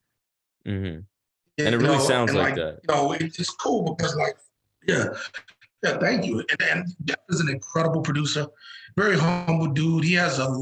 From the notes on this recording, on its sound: Internet connection was choppy, so excuse the questionable audio quality.